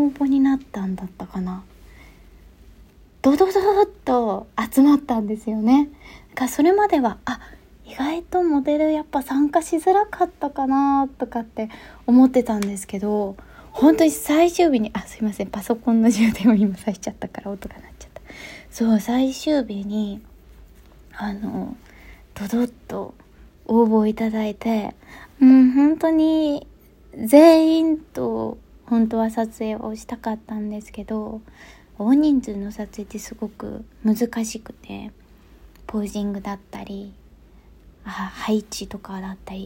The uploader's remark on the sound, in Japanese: 撮影で出張中のためベルリンからお届け！Iphone収録なので少し聴き苦しかったらごめんなさい。